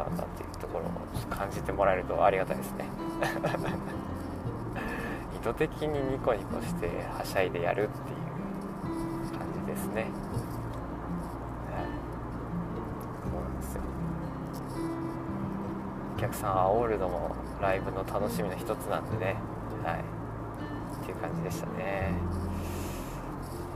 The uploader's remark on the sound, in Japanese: いいかねPalette→宮崎間の収録です。ザラザラ雑音が入っていてすみません。